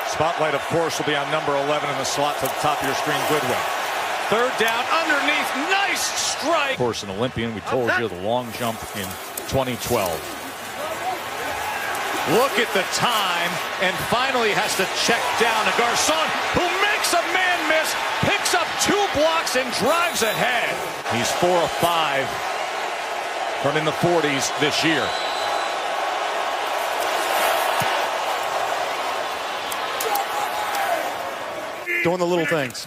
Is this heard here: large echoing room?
no